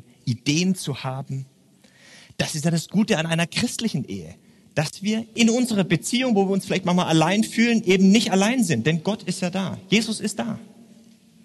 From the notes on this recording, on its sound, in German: beim churchbrunch im Stephanus eine Predigt gehalten